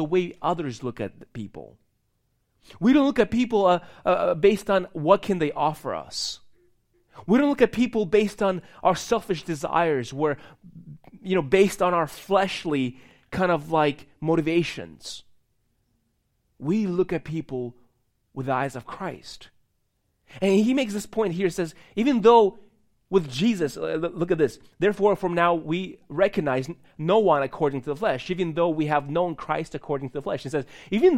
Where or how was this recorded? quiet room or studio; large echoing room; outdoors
large echoing room